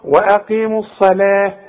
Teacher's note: فخم قوي الصاد واللام رققها